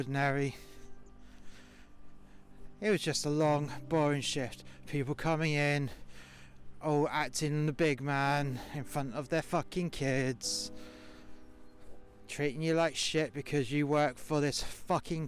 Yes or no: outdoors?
yes